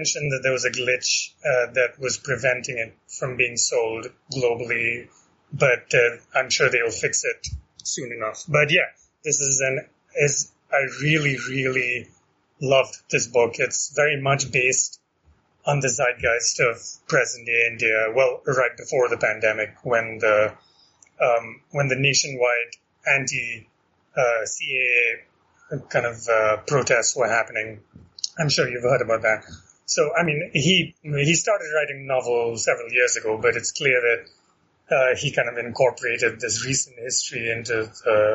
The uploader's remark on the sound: fires up Skype and points it towards Kolkata